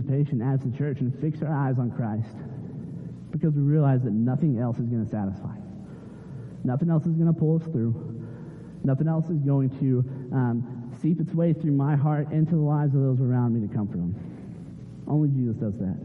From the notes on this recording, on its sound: Sorry for the poor audio this week - we are still working out the kinks in our live-stream and recording process.